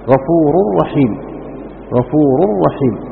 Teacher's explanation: قال والثاني إدغام بغير غنة، وهذا الذي يسمى إدغام كامل لأنه تشديد بلا غنة، فذهبت النون ذاتا وصفة